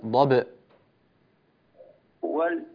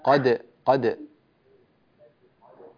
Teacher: قلقل الباء وقلقل الدال